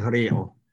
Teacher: that's sort of a schwa vowel on the end